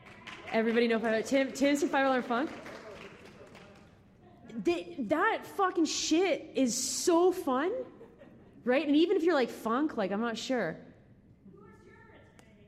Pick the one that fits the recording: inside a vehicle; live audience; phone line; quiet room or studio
live audience